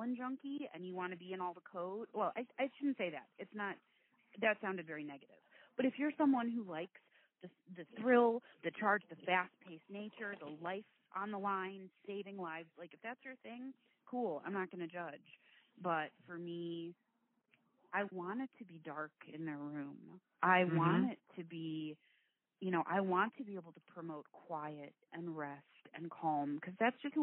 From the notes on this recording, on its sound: This was recorded via phone. The quality is not what we’ve grown into here at Nursing Uncensored.